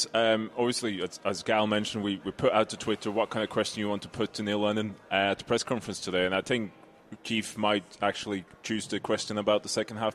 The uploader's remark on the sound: Cynic Live Lunch. Another Cynic Live Video broadcasted from Platform at the Argyle Street Archers.